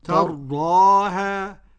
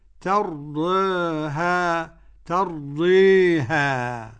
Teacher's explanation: قرأ بالتقليل والفتح ورش، وقرأ بالإمالة الكبرى حمزة والكساء وخلف العاشر